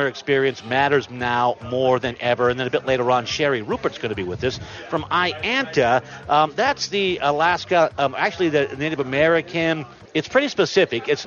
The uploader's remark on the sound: Live From the Governor’s Conference On Tourism & Recreation